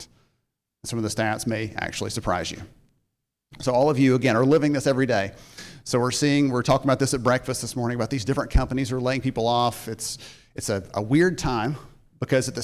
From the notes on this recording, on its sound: a short portion of his 2022 keynote address at the Recruitment Process Outsourcing Association Annual Conference in Chicago